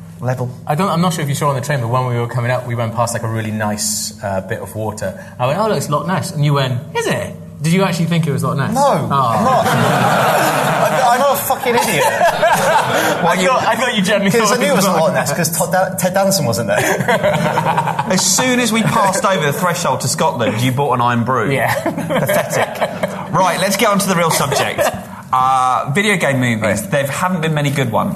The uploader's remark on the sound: Live at the Glasgow Film Festival